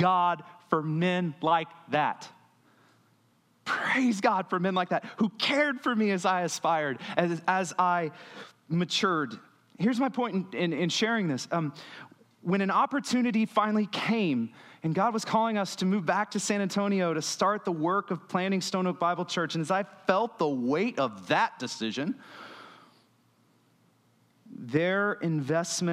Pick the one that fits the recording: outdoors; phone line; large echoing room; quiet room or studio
large echoing room